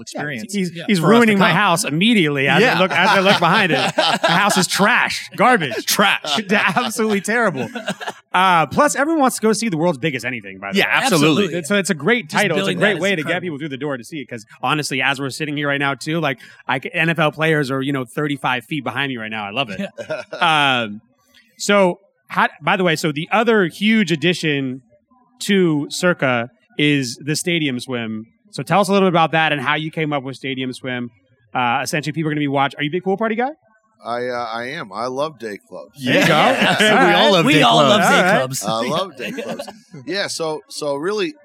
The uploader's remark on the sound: We are back with our first ever episode on the road! We recorded this episode from the world’s largest sportsbook inside the brand new Circa Resort & Casino in Downtown Las Vegas.